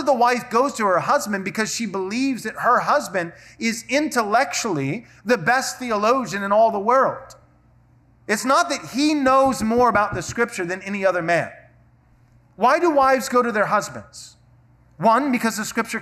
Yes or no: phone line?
no